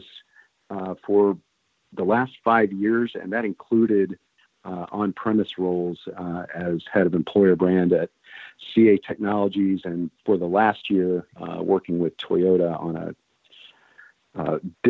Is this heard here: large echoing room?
no